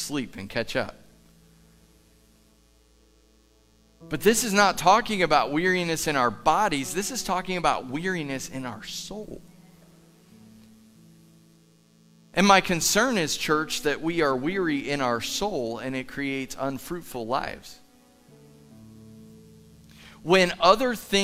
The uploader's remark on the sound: Live from The Summit Church in Dover, OH